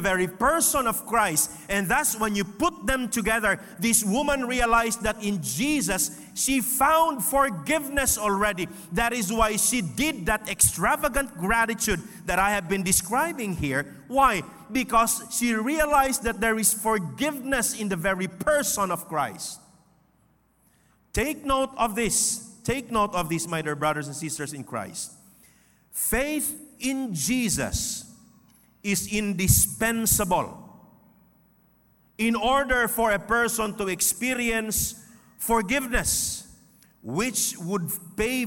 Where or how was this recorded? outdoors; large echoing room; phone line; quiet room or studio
large echoing room